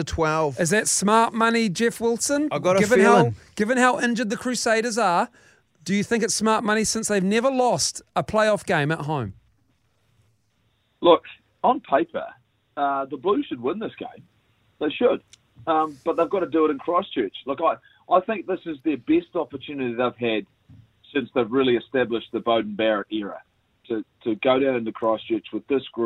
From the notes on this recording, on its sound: Today we were joined on the phone